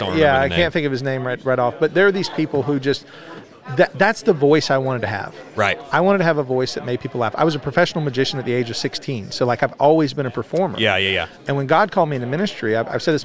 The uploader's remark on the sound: Joins us from the 2023 Fight Laugh Feast Conference.